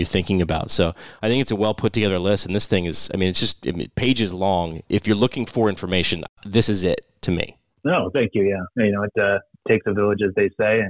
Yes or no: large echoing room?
no